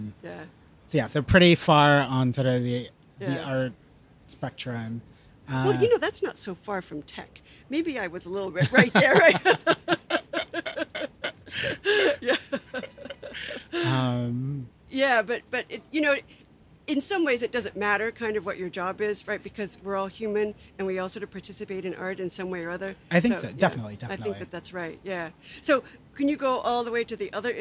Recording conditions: outdoors